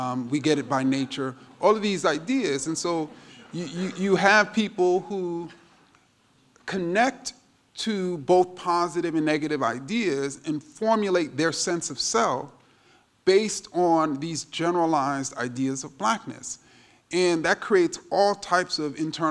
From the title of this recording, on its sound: Q&A at the "Dear White People..." Symposium in Freiburg